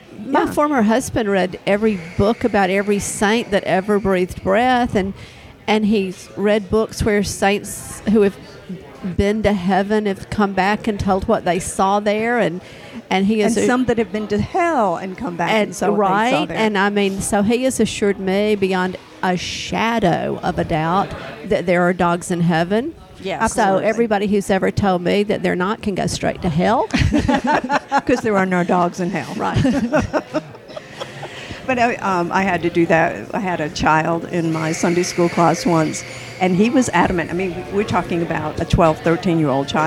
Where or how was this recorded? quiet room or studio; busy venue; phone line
busy venue